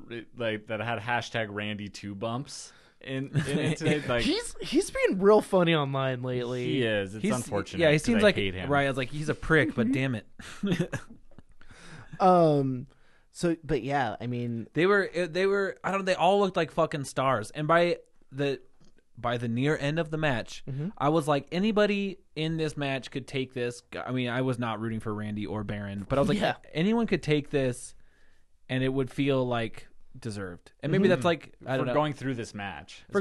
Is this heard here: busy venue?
no